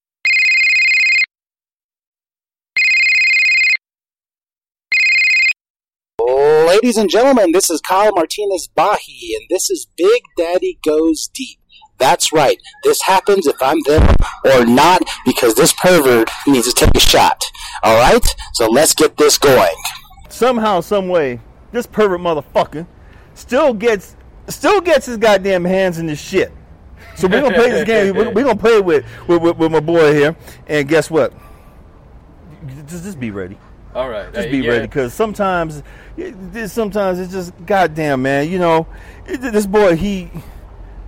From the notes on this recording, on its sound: Take the mic and wander through downtown Flagstaff.